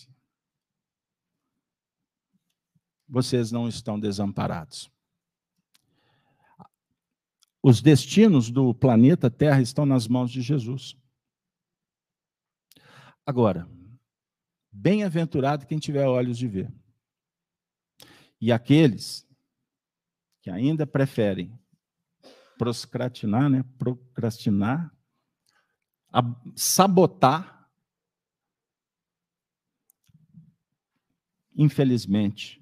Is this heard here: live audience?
yes